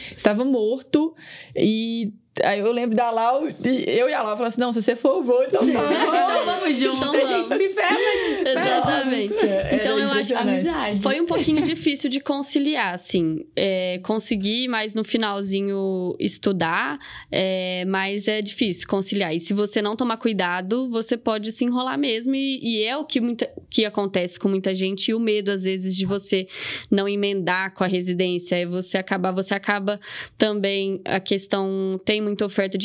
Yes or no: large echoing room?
no